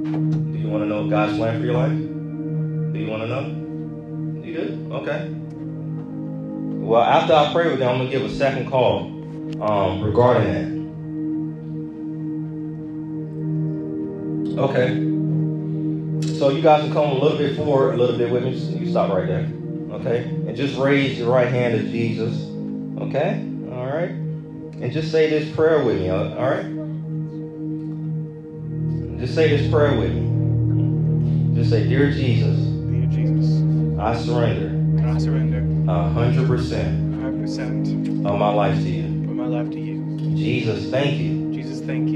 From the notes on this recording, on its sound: This is a recorded message. Preached at a youth service for a church in Hurst, Texas.